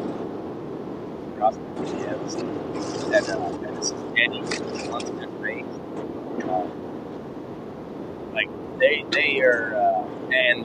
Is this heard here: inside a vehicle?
yes